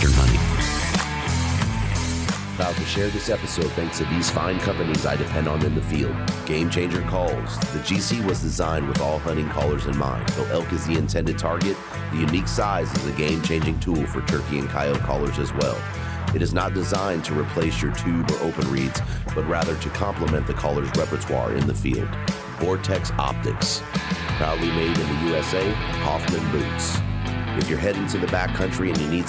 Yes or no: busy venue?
yes